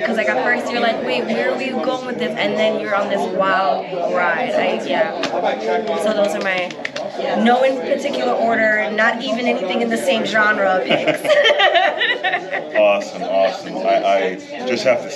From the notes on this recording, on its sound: live from Pittsburgh's Horror Realm Con 2023